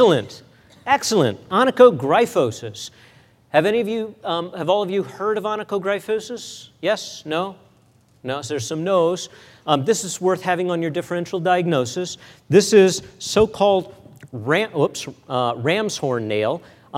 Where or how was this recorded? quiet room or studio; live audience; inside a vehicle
live audience